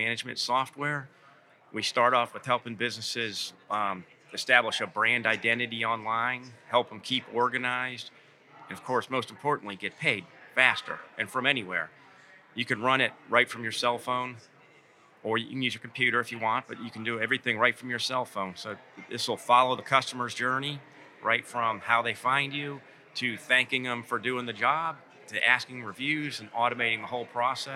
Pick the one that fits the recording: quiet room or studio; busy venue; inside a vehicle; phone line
busy venue